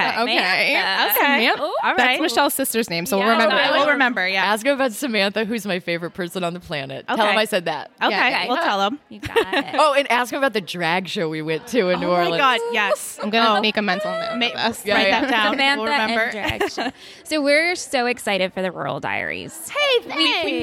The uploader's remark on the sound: LIVE FROM TRIC